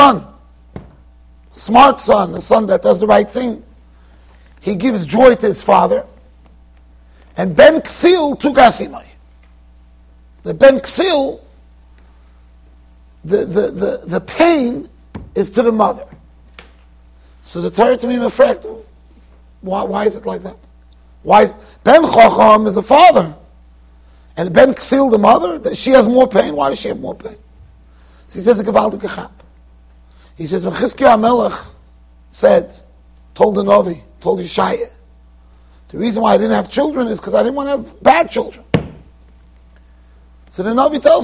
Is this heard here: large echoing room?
yes